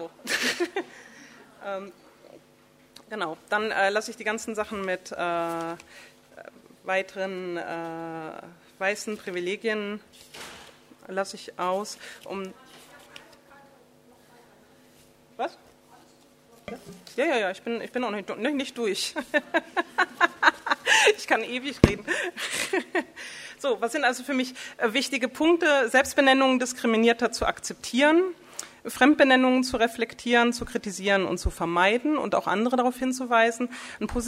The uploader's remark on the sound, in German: Ihr hört Vortrag und Diskussion der Veranstaltung vom 02.